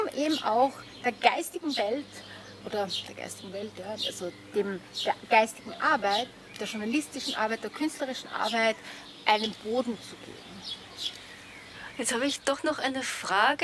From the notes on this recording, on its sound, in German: Zum Gespräch im Garten. Wir verzichten auf ein Telefoninterview und ziehen es vor – Corona bedingt – im Freien zu plaudern.